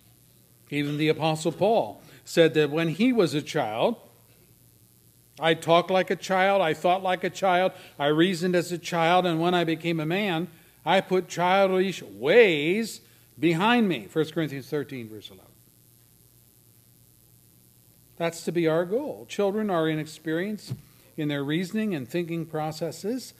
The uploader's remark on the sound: services recorded at Thornville Baptist Church